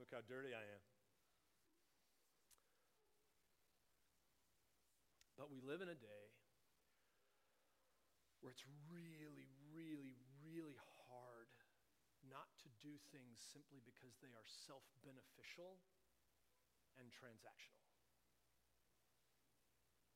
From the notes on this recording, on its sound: Please excuse the quiet volume of the recording. We were experiencing technical difficulties.